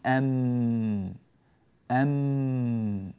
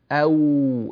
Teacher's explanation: الواو ليس فيها التقاء للشفتين، يعني الشفتان لا تنطبقان في الواو · Shown in: second take